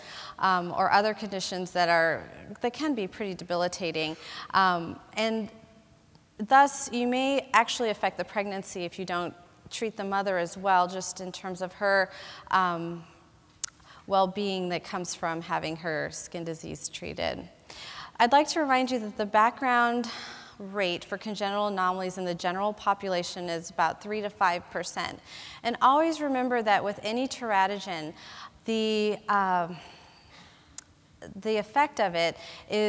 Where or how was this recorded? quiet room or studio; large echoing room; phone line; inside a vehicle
large echoing room